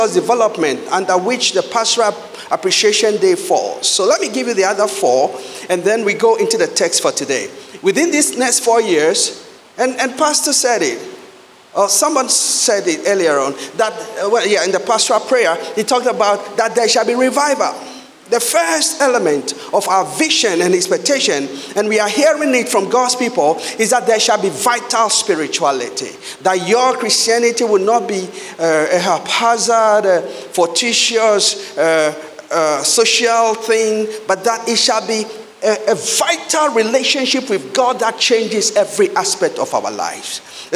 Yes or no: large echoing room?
yes